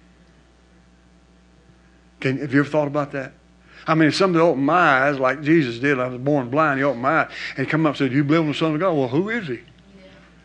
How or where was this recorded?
large echoing room